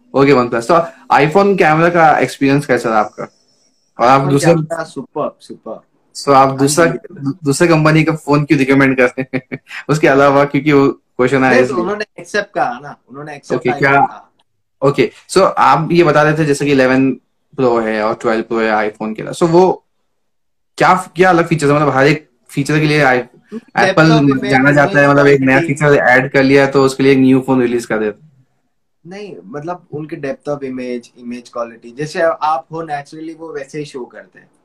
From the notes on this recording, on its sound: Recorded live on Instagram at 9 PM on 19 August, 2021.